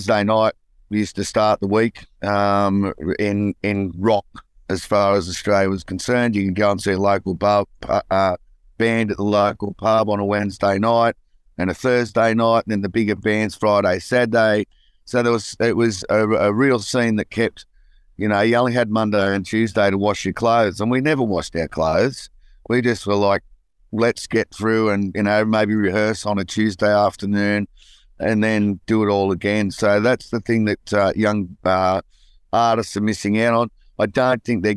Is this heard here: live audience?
no